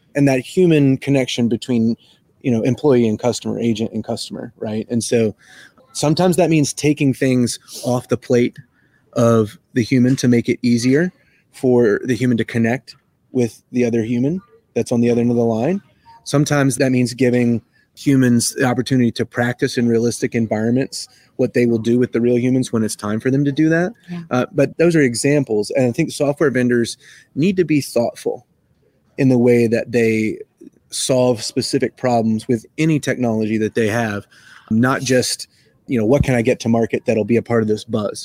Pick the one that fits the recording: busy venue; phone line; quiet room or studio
busy venue